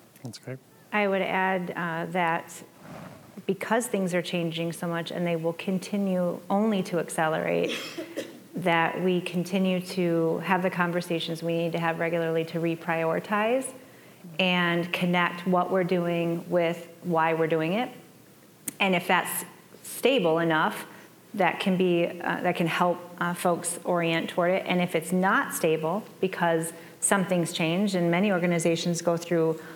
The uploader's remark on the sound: join us live at Agile Day Twin Cities